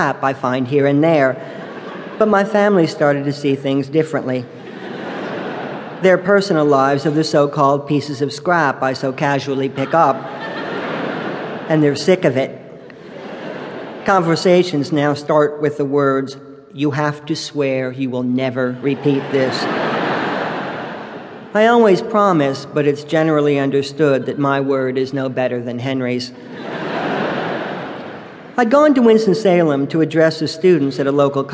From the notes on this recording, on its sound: Live at Carnegie Hall Audiobook. Recorded live on October 22, 2002 in New York City. Just when his modest voice seems to get swallowed up in the environment, he delivers a punch line with such precision and clarity that the audience can't help but fall hard for him.